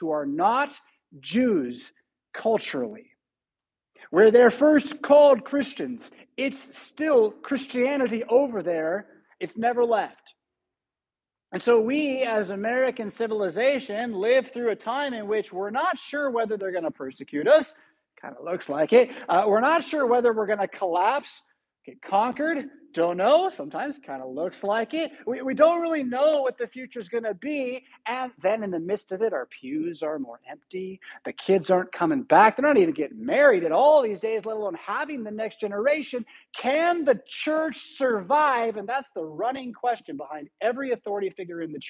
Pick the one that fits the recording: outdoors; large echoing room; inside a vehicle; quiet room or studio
large echoing room